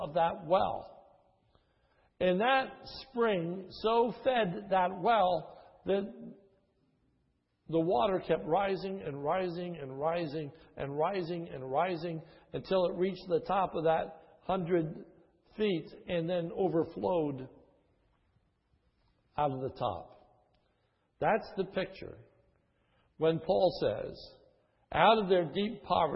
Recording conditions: large echoing room